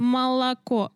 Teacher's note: у нас ударение идет на О, и получается первый звук это А. Ну как, не А, но он тоже не, чет, не четкий А, потому что у нас ударный О. · Term: звук шуа